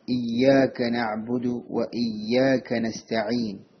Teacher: ഇയ്യാക എന്ന പദം ഉച്ചരിക്കുമ്പോൾ യാഇന്റെ മേലെ ഷദ്ദുണ്ട്. യാഇന് കട്ടി നൽകിക്കൊണ്ട് ഉച്ചരിക്കേണ്ടതാണ്